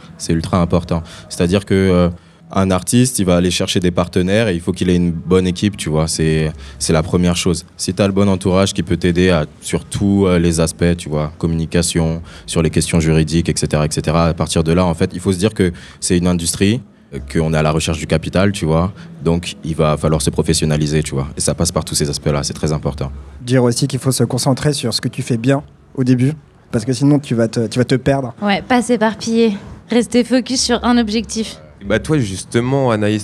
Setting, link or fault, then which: setting, busy venue